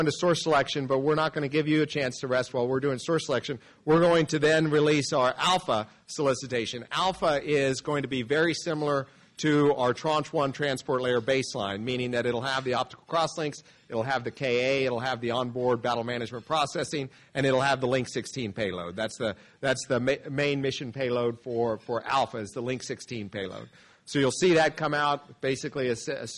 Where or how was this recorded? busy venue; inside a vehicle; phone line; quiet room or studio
busy venue